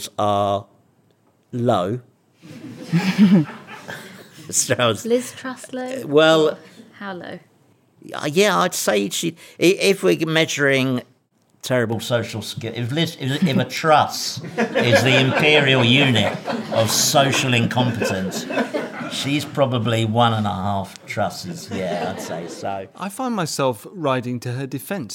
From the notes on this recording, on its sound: It was recorded in front of an audience in the Tortoise newsroom.